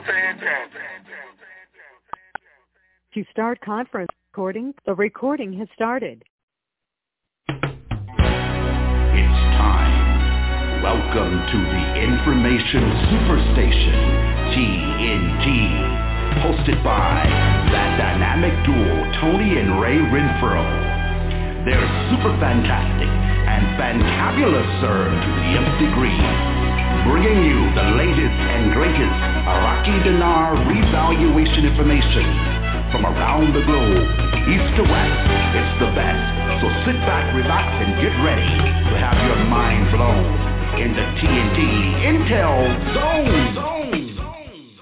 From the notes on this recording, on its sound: TNTSuperfantastic Conference Call